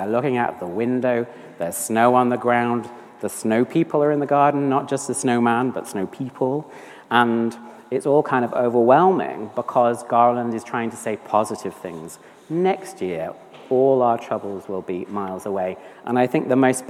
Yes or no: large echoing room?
yes